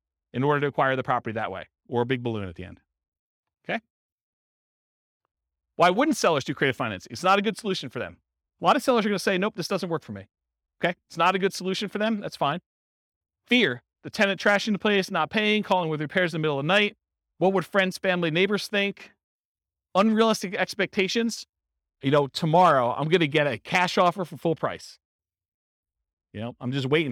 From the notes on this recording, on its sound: This was a live class recorded. In Renton, Washington.